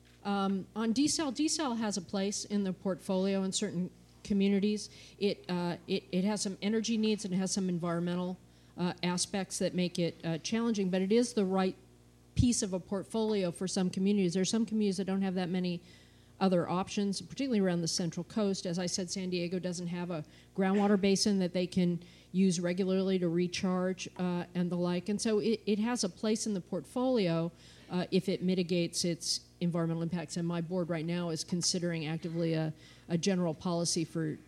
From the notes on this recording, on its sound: This program was recorded in front of a live audience at The Commonwealth Club of California on August 13, 2014